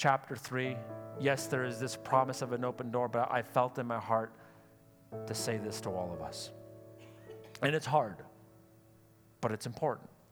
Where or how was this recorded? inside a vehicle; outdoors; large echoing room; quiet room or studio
large echoing room